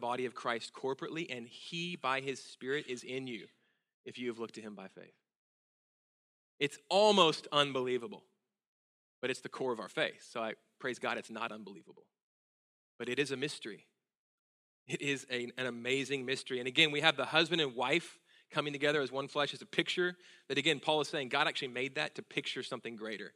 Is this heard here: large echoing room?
yes